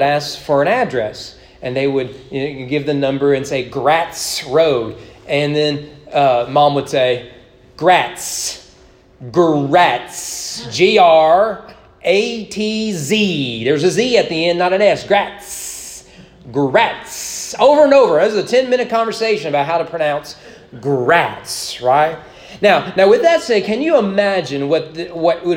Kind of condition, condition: setting, large echoing room